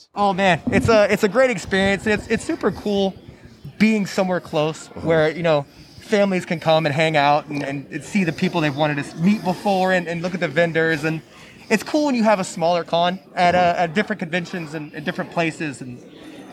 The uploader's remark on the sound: BetaQuest 2023 (Live Recording). Which was a convention created so the Junior Beta Club can raise money to go to national competition this summer. This episode was recorded live and includes most of what we were able to gather at the event, outside of a few recordings that were unfortunately unusable.